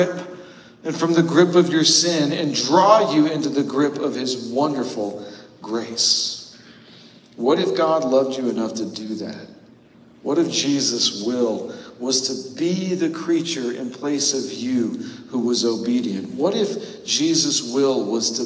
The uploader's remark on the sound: Note: The audio is pulled from our live stream this week due to an error with our recording. Apologies for the cavernous echo.